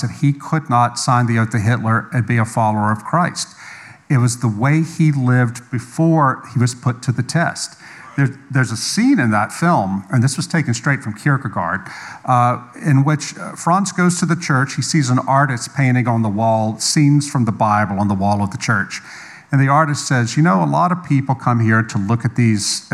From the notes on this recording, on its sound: live at Conduit Church